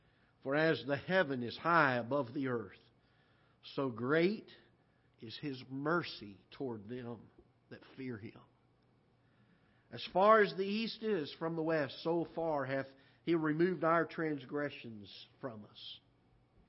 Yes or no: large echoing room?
yes